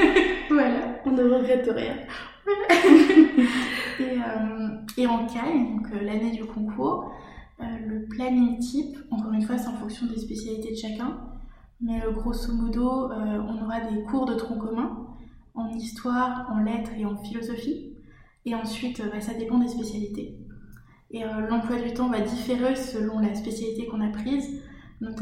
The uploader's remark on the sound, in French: Nous avons enregistré cet épisode en plein déménagement de mon appartement qui était alors presque vide, aussi nos voix résonnent quelque peu, je vous prie de m'en excuser !